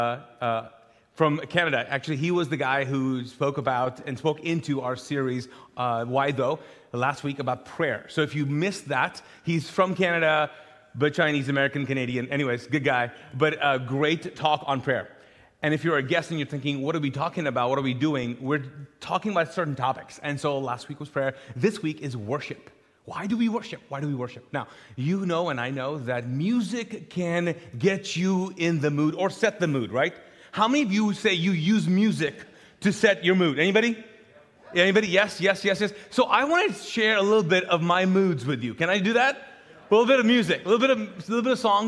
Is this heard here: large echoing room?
yes